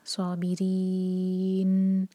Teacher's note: آخر میں نون کا ساؤنڈ کلیئر آئے مطلب غائب نہ ہو